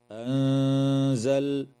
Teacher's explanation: وتخفى النون الساكنة مع الغنة مرققة في كلمة أنزل